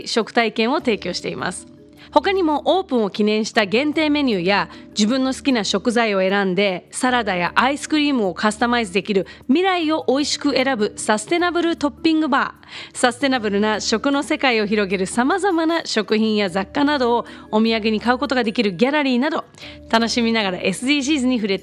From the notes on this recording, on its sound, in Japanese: 公開収録前のトーク、観覧のお客さんとのやりとりの模様もお届け。